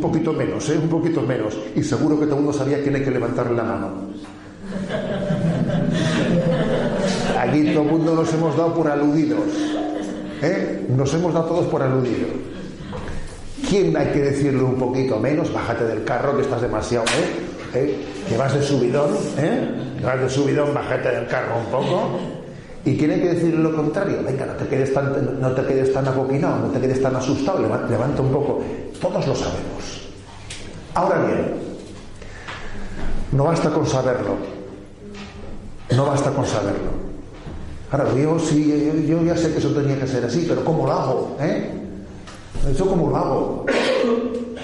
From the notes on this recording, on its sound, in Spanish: Es una charla-catequesis grabada en Salvatierra el 5 de julio de 2016 en el campamento de niños y adolescentes (de 12, 13, 14 años) del MEJ (Movimiento Eucarístico Juvenil).